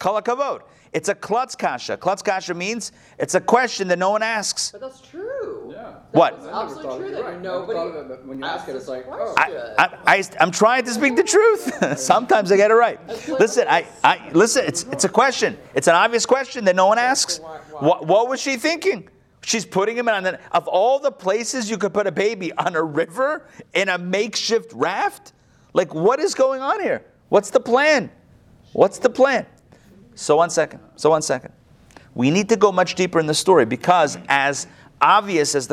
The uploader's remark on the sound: Recorded live at the Intown Jewish Academy on December 22, 2021